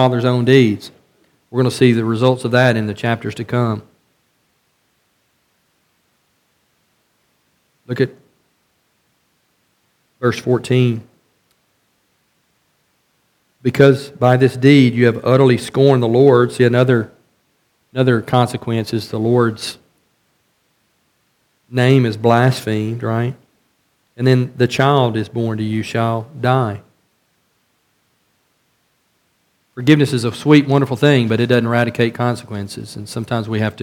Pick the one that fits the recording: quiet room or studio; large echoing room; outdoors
large echoing room